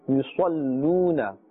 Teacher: Sod is part of the حُرُوف مُسْتَعْدِيَة، and it must be pronounced with a full mouth, and not يُصَلُّونَ.